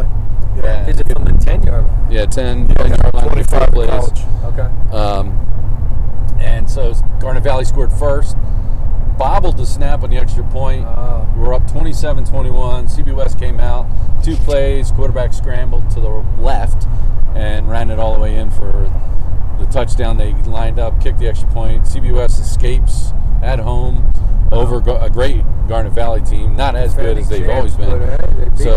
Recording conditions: inside a vehicle